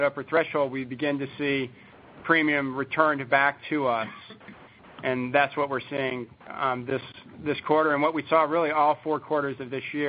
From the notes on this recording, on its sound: ProAssurance Earnings Conference Call.